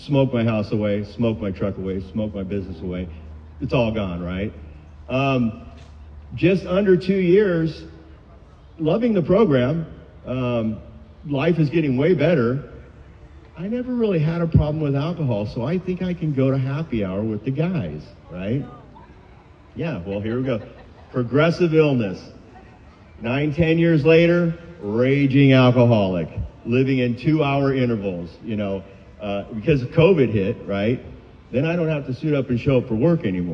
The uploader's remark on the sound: Friday Night Live barbecue. AA Park Speakers.